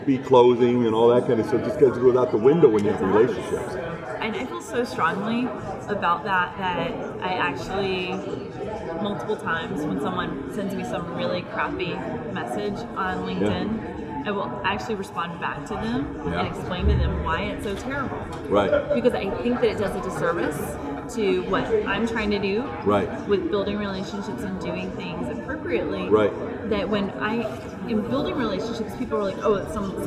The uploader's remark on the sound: live at IBM InterConnect